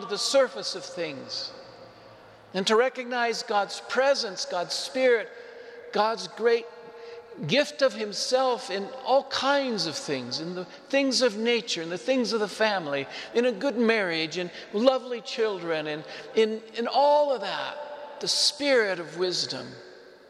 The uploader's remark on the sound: Homily delivered to the Saint Francis Catholic Community, Cuenca, Ecuador